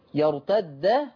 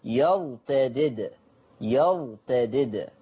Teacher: حفص قرأها بدال مشددة مفتوحة يرتد، ورش قرأها بدالين · Term: قلقلة